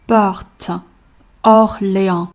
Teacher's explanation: 要注意的点，两个大口的 O， PorteOrléans。其次，Porte 和 D 两个辅音， T D 连起来比较难读。我们为了单词的连贯性，会弱读这个 T，所以是 Ported'Orléans。Ported'Orléans。bien prenez, Prenez ligne, ligne, direction, direction, Barbesse